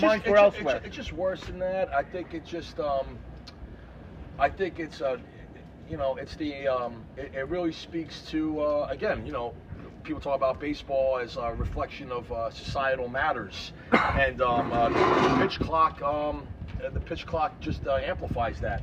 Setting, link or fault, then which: setting, outdoors